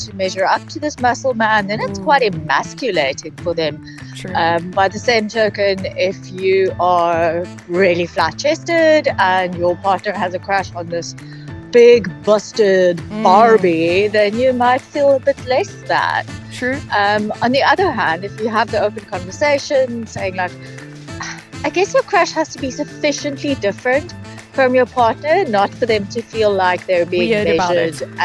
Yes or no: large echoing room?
no